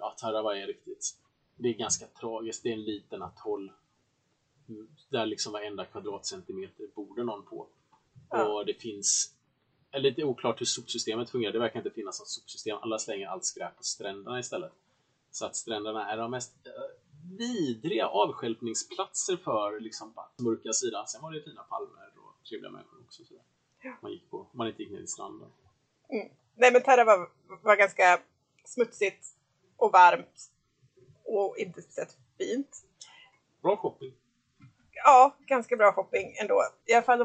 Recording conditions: poor sound quality